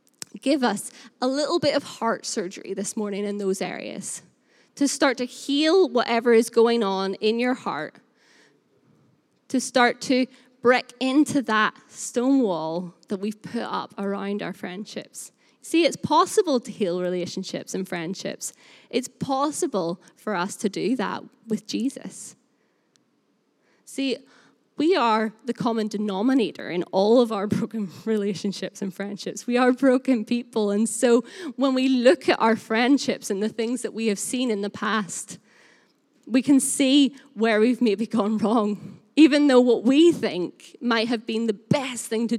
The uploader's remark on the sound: Recorded live at Life Church Lancashire 21st February 2021.